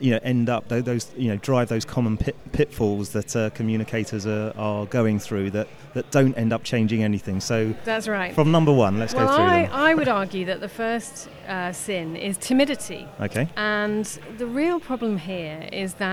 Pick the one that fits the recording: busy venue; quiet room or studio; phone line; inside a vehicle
busy venue